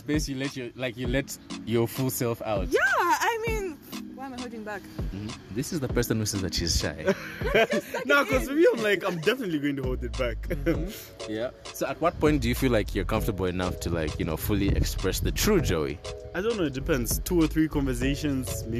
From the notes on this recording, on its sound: Apologies for the Wind in the background